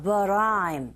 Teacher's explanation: T 사운드가 중간에 껴있죠. 플랩 현상에 의해서 But I'm 이렇게 되고요.